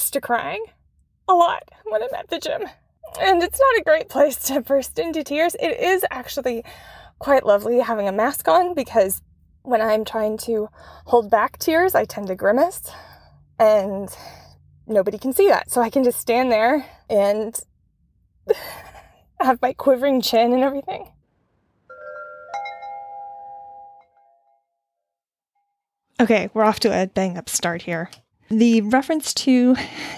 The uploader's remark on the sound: I made the bulk of this episode's recording sitting in my car in the gym parking lot, crying.